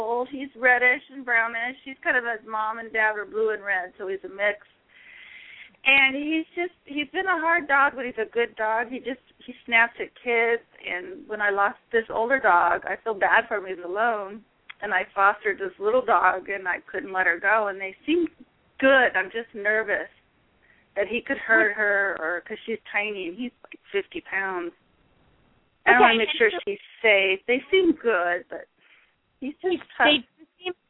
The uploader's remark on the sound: open up the lines for listeners to call